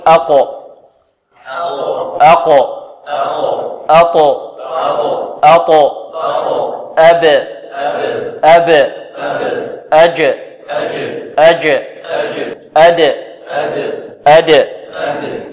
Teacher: إذن القلقلة هنا لا تميل لا إلى كسر ولا إلى فتح ولا إلى ضم، بل هي اضطراب في المخرج